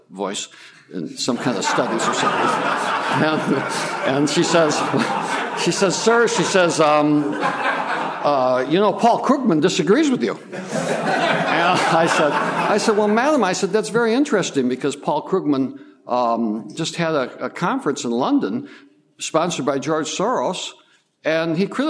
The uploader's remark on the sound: Part of the Authors Forum, presented at the Austrian Economics Research Conference. At the Ludwig von Mises Institute in Auburn, Alabama.